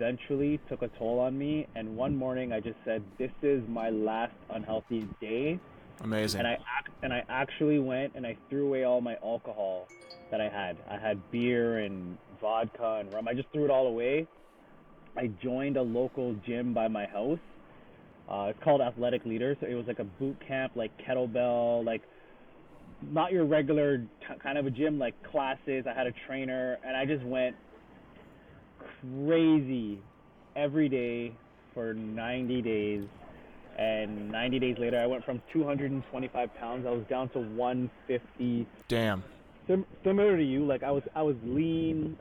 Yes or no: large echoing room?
no